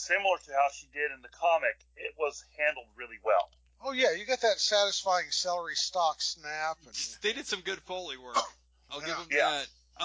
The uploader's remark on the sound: There are technical difficulties throughout...